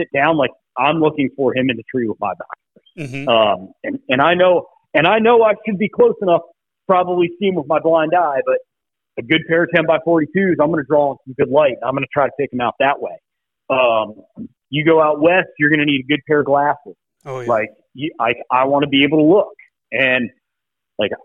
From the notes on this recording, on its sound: hops on the phone